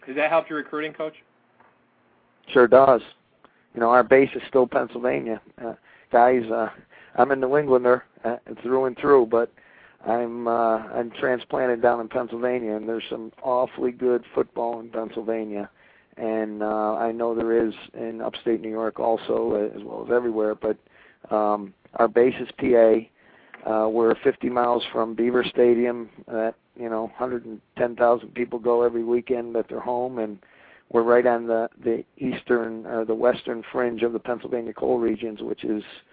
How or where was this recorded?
phone line